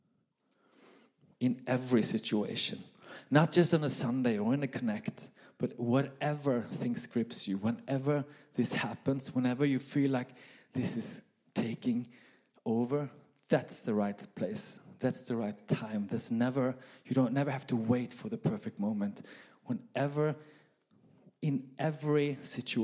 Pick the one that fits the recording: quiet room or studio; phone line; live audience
live audience